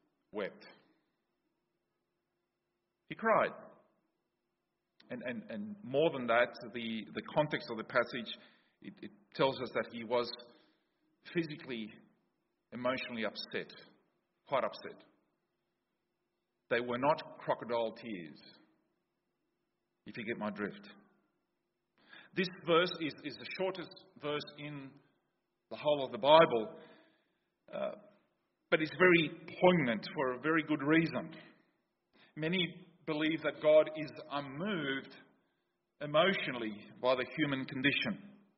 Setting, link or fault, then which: setting, large echoing room